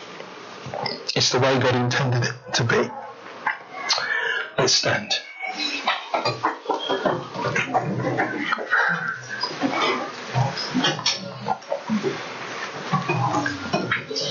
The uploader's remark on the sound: Apologies for the sound quality today, we have trouble recording.